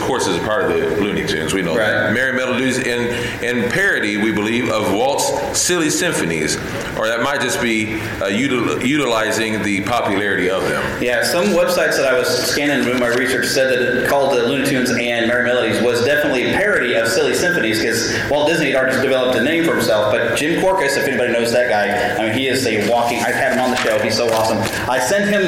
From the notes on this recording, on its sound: We had a fantastic panel at Planet Comicon 2019!